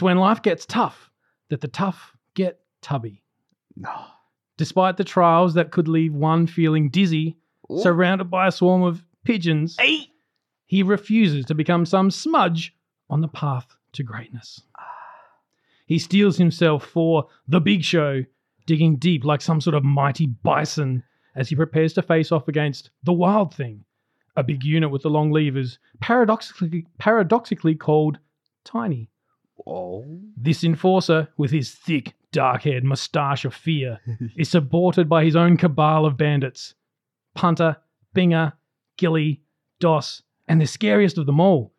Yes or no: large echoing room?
no